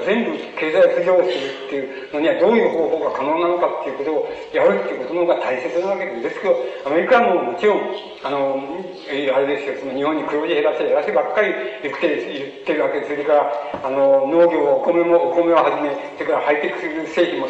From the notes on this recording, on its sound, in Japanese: 主催：社会党 場所：社会文化会館5階ホール。社会党本部の要請により行われた。音源は客席から録音されているため 反響音や音割れ、ノイズがあり、 音質はあまりよくない。